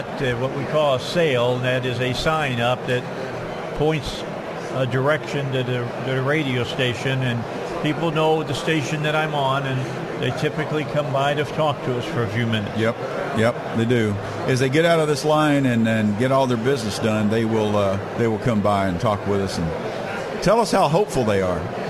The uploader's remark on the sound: Live from Republican Signing Day on February 22, 2022.